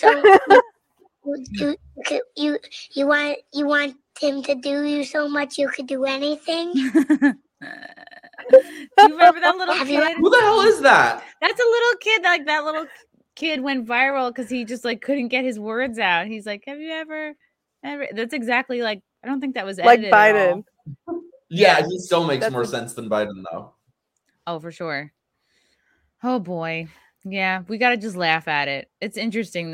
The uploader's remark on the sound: host from the car in a failed attempt to find a good Internet connection on the road